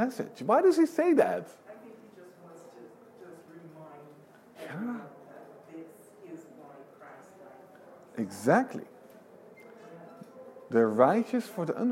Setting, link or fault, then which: setting, live audience